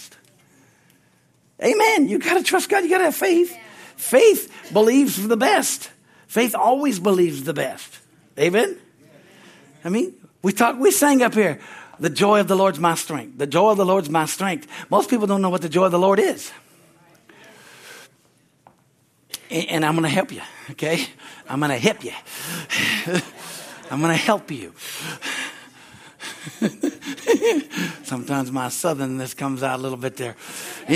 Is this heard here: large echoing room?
yes